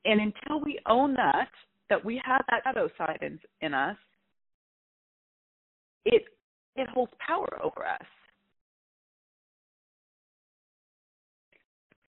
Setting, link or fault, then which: link, phone line